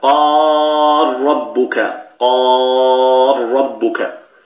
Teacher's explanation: فهنا ننطق براء مشددة، تدغم اللام في الراء فيصير النطق براء مشددة · Term: الإدغام الكبير